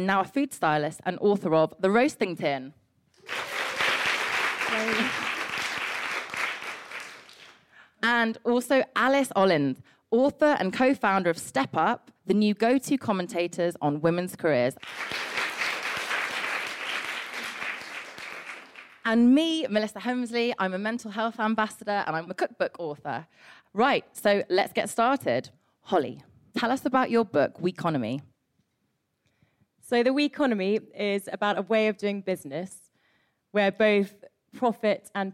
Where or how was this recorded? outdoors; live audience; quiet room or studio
live audience